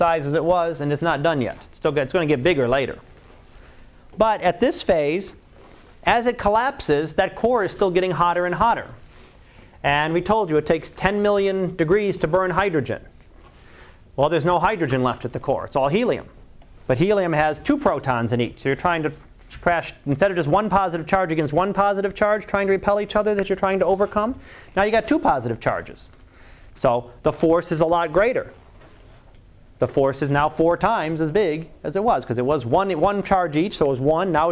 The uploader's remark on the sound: Live Class Lecture